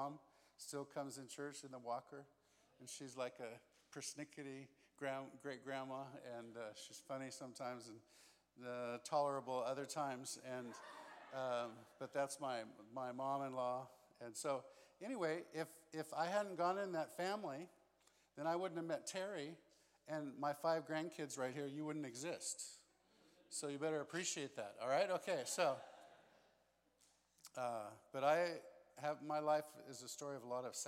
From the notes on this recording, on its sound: This special episode is a recording of our First Night Session at Immerse Weekend 2022.